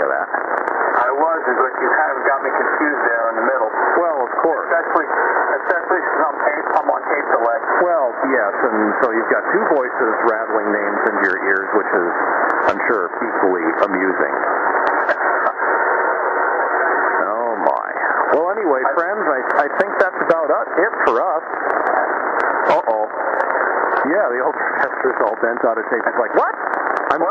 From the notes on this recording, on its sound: XFM (Pirate Radio). Some RF noise—the signal gets stronger but was weaker in the beginning of the recording.